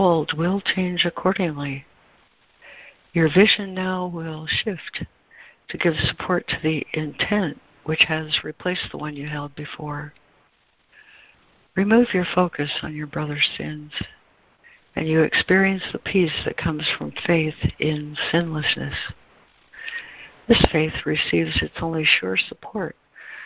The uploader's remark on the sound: ACIM Daily Conference Call.